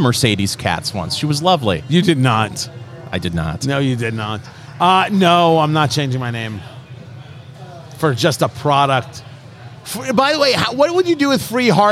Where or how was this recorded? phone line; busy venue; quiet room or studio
busy venue